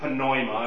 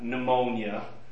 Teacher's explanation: they actually pronounce the P in Greek. It's not silent · Shown in: first take · so they would pronounce it pneuma, not pneumonia.